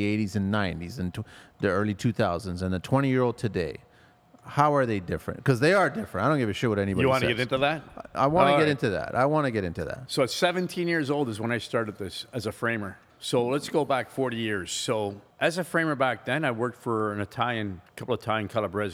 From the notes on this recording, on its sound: We are back at the R Club recording another great podcast